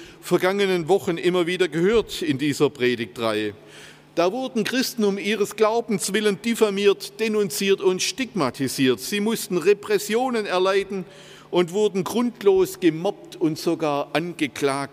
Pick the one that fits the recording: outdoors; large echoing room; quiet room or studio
large echoing room